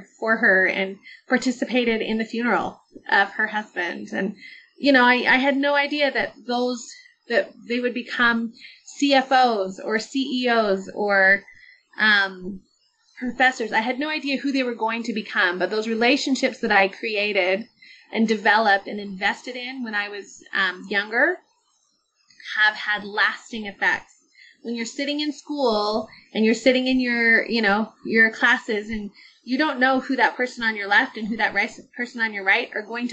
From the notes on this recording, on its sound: Sorry for the audio issues. I wasn't recording from the usual studio.